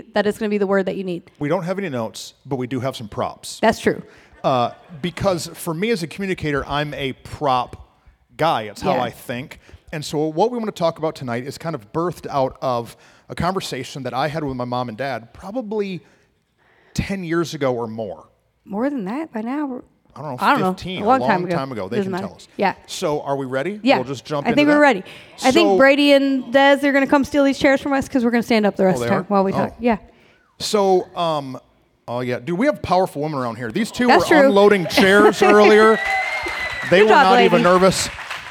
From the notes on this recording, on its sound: We had a live recording to celebrate our 100th pod.